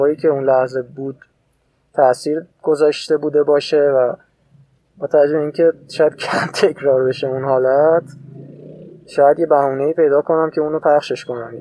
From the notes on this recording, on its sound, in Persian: این اولین اپیزودیه که پشت فرمون و در حال رانندگی ضبط کردم و یکم دوست داشتم تو ترافیک شب عید.